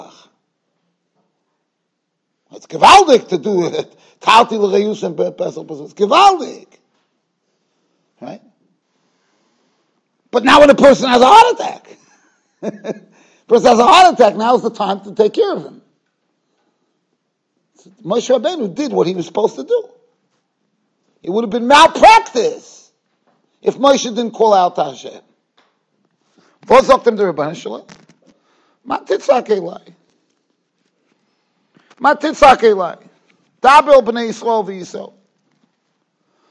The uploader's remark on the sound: Shiur recorded in Yeshivas Ohr Reuven, Monsey, NY.